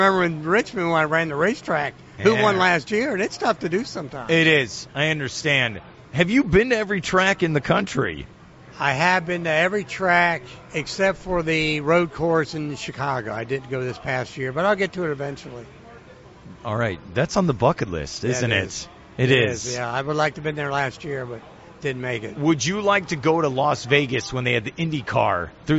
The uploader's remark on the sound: joined live at the Daytona International Speedway